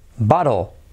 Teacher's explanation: casi L en posición final, casi no se pronuncia